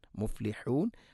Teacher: മുഫ്ലിഹൂൻ ഹാഇൻ്റെ ഉച്ചാരണം ശ്രദ്ധിക്കുക, തൊണ്ടയുടെ മധ്യഭാഗം.